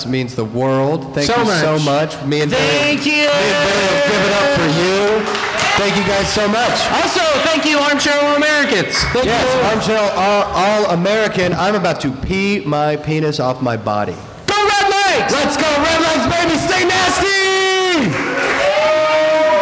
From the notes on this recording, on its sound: THE LIVE EPISODE! Live at Three Points Brewing in Over the Rhine. Thanks to Bomb's Away Comedy for having us on the Cincinnati Podcast Show.